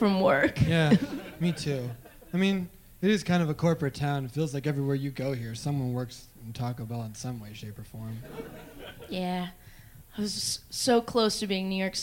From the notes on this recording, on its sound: listening to this live show